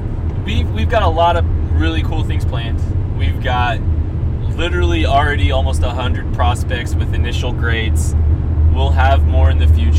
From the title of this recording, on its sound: From the car!